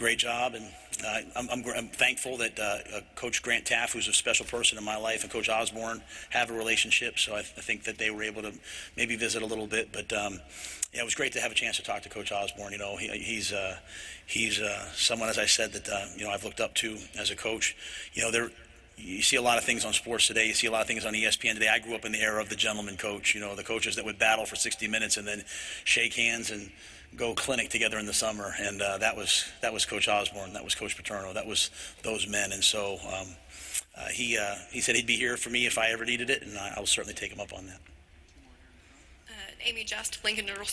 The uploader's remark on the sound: Introductory Press Conference